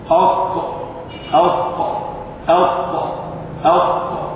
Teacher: منها ما هو أقوى في الإطباق من الآخر، هكذا نقل عن صاحب كتاب الرعايه أن حروف الإطباق الأربعة بعضها أقوى في الإطباق من بعض، فإن الطاء الطاء منطبقة انطباقا اقوى من غيرها من الحروف المضبطه، فينطبق حافتي اللسان ووسطه الى الحنك الاعلى، والحرف شديد ففيه قوه · Term: اقوى المطبق